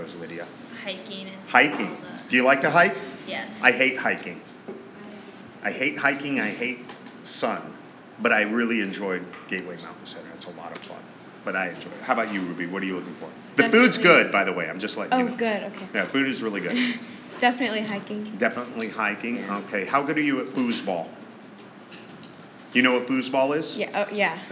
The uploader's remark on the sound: LIVE STUDIO AUDIENCE!